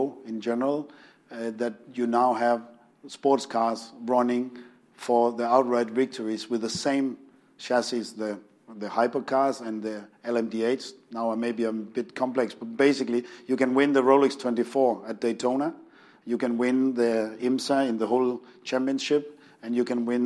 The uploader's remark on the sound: In front of an audience at London’s Royal Automobile Club.